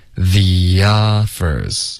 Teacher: the 跟 offers 之间我们会添加一个很轻的一个 year 的音